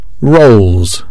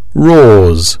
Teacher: The z sound after voiced consonant sounds.